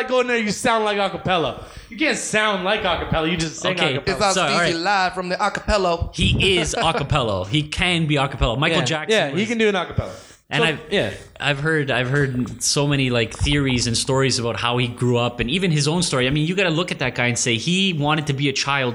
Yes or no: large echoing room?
no